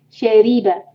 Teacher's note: रॉक के ऊपर जब भी कसरा है उसको इंशाल्लाह बारीक पढ़ना है जबान की टिप से अदा करेंगे